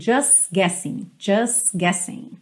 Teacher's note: o T do just não aparecer, e eu já junto o S na próxima palavra.